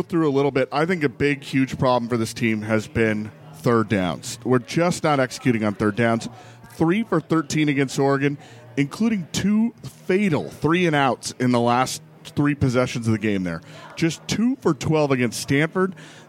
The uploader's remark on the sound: live from the Roanoke